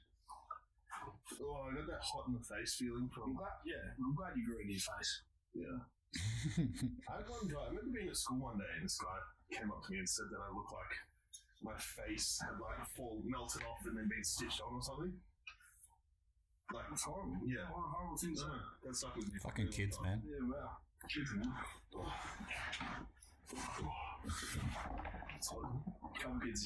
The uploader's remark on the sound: Due to some unforeseen circumstances the audio quality on this episode is a little iffy, we did our best !!!